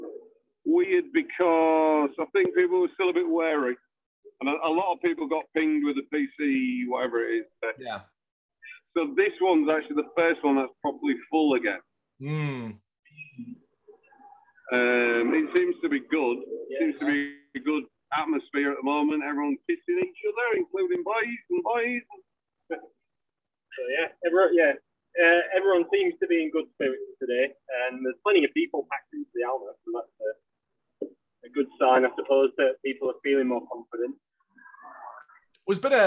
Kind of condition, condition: link, phone line